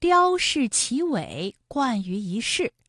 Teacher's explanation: 一世的一它也是一声，不过呢它在这里做变调处理，读二声了。